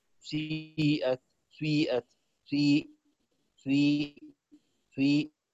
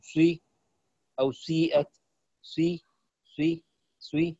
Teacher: نعم، أما سيئة وسيئة، سيئة وسيئة له الإشمام، يشم الكسرة صوت الضمة، سي يقرأ سيو، سيئة سيئة سي سي سي، نعم يعطيها إشمام يعني صوت الضمة.